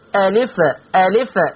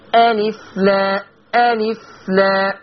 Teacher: أنت أول ما شرعت في القراءة قلتي ألفة ألفة، لا حرف الفاء ساكن، لا تحركي حرف الفاء · Shown in: second take · ألف لا ألف لا، بيني الفاء.